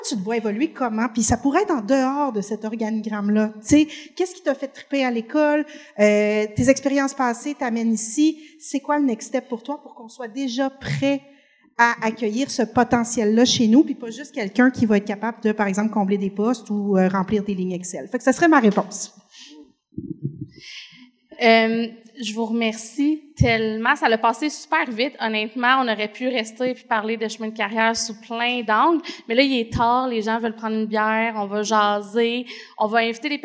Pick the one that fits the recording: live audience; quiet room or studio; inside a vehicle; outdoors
live audience